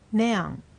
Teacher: 最初の音節が高く発音されていた